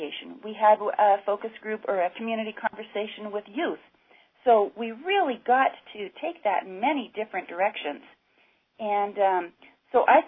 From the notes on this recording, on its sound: This call aired live on 8-13-15.